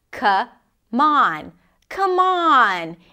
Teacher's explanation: The M of come becomes the beginning of the word on.